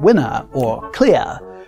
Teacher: mid-Atlantic speakers drop their R's at the ends of words like winner or clear · Term: lack of roticity